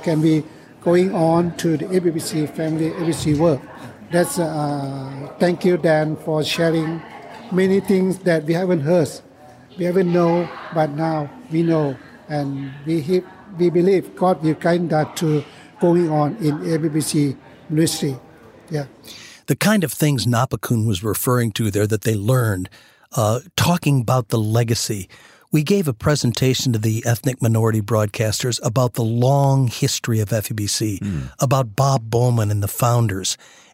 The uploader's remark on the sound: Interviews recorded on-location at a ministry conference designed to support and encourage real outreach in the real world.